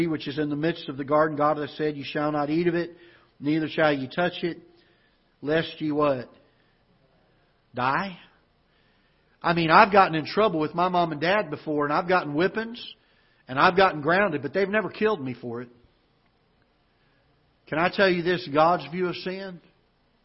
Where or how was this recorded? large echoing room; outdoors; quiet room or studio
large echoing room